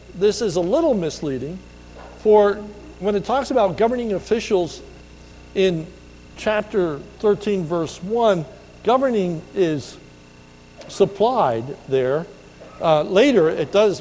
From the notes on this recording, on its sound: This is a sermon recorded at the Lebanon Bible Fellowship Church in Lebanon BFC in Lebanon, PA on 01/12/2020 during the morning service